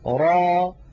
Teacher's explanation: را را تتألف من راء مفتوحة بعدها ألف، وليس في آخرها همزة، ليس في آخرها همزة. را هذا مد طبيعي، ألف مسبوقة بفتحة، نمدها بمقدار 2، ونحرص ألا نخرج في آخرها همزة.